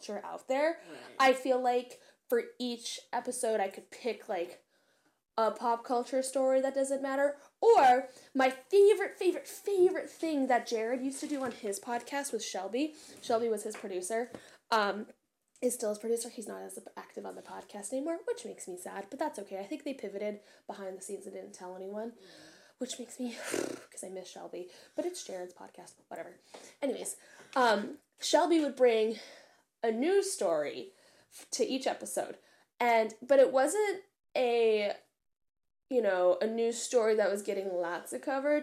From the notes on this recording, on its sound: I don't know how to mix audio properly so turn your volume down and adjust accordingly lol.